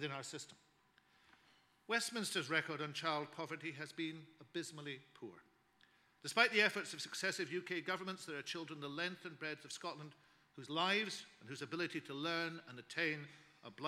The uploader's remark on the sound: Scottish Learning Festival 2014 - Keynote Speech